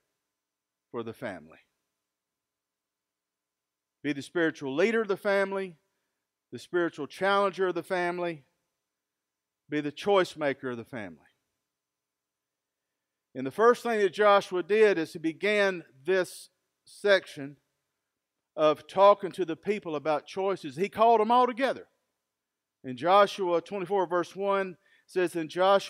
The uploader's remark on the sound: Recorded live at Freedom Fellowship in Tontitown, Arkansas